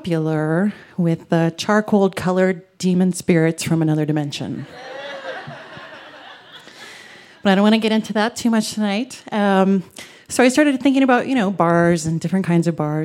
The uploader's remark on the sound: recorded live on 19 July 2017 at Buntport Theater in Denver, Colorado